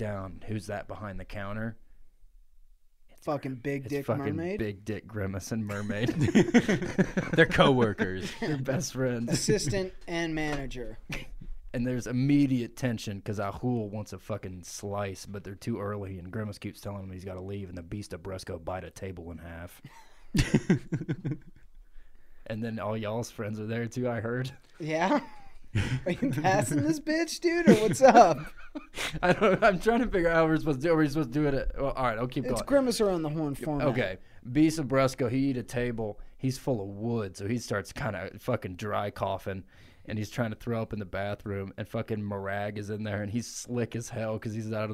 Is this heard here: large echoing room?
no